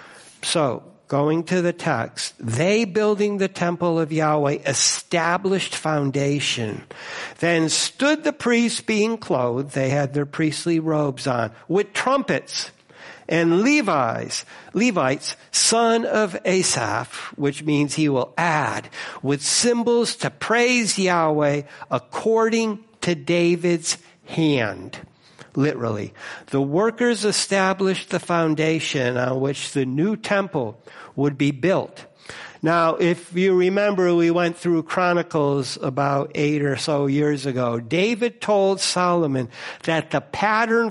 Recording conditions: large echoing room